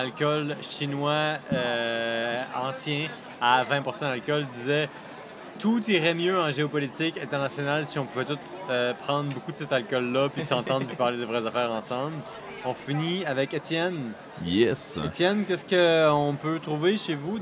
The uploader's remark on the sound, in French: Lors du Festival des Brasseurs et des Artisans de Québec.